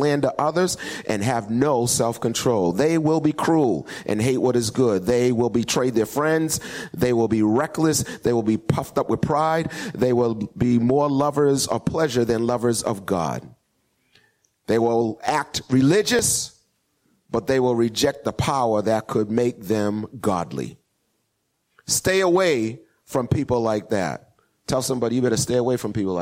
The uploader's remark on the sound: Recorded 2016-02-07 08:30am Service